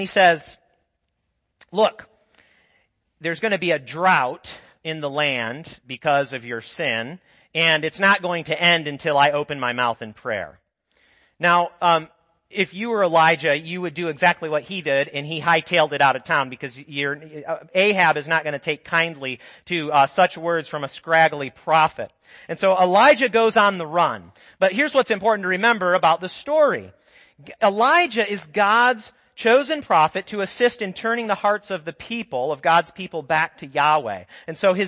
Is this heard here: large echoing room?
yes